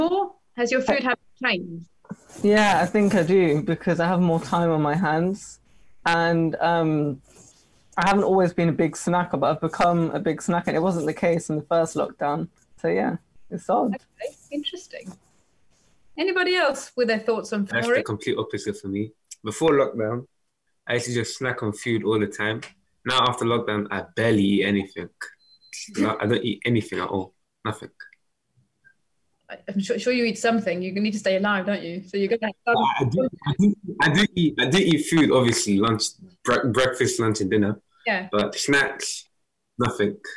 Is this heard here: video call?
yes